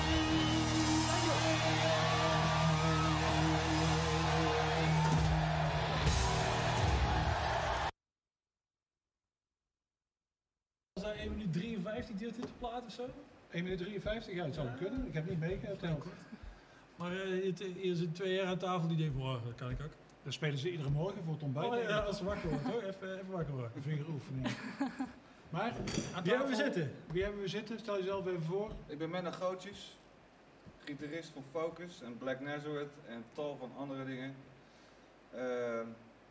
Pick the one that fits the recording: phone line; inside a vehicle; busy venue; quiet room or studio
busy venue